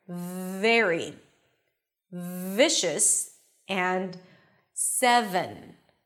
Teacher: You're releasing air with sound, so the vocal cords are vibrating and creating this friction sound